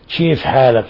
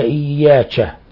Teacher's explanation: ومن الأخطاء تقريب حرف الكاف إلى الشين يعني مثل الفلاحين اللي بيقلبوا الكاف شين كيف حالك يا أبو